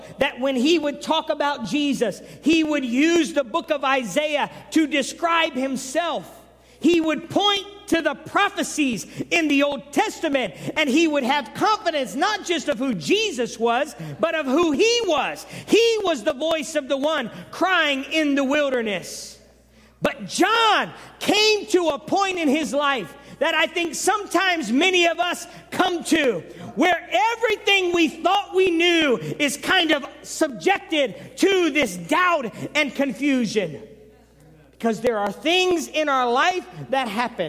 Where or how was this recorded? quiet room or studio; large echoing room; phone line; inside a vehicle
large echoing room